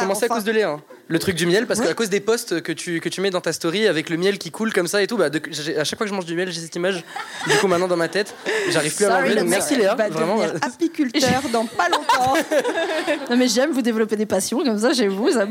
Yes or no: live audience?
yes